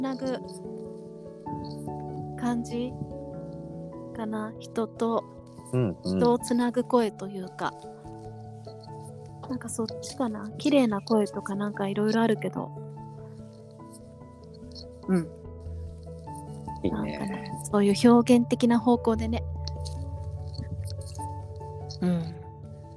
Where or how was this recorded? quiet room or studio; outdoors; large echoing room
outdoors